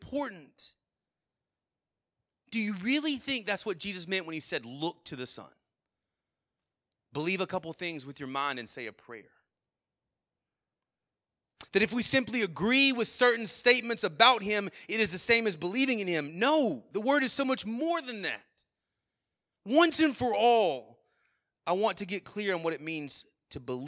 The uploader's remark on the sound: Sermon Audio from our Worship service